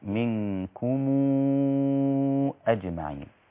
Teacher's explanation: ميم الجمع إذا جاء بعدها همزة فقط، إذا جاء بعدها همزة مدها 6 حركات